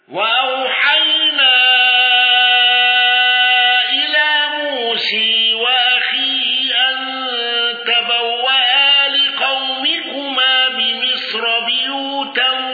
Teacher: خلف عن حمزة بالإشباع وإمالة موسى وترك الغنة